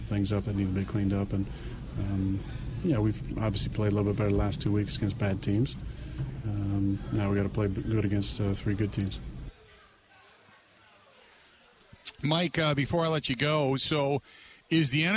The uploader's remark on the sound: Live from DJ's Goal Post.